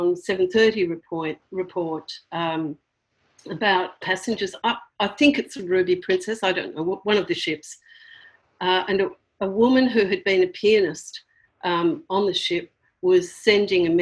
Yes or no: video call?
yes